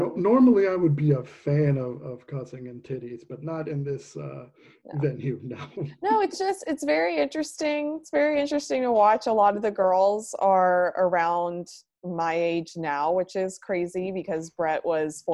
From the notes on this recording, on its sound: record online